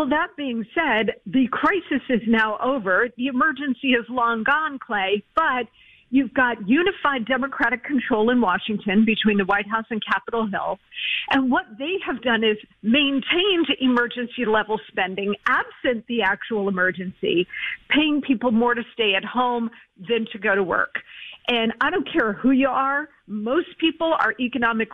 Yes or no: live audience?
no